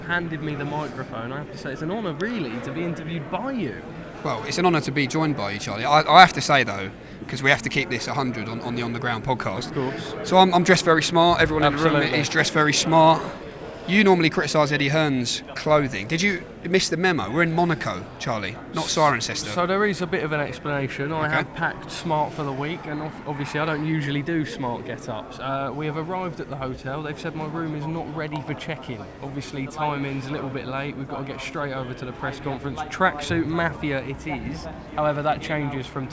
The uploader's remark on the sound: We're On The Ground in Monte-Carlo just minutes after the final press conference